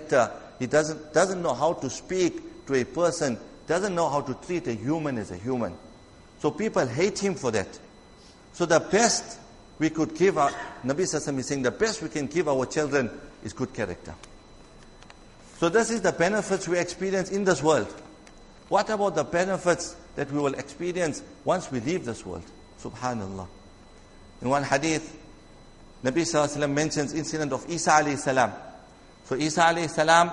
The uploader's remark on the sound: Jumuah lecture